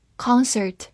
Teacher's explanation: 美式发音字母 o 的口型比较大，另外 r 也有个卷舌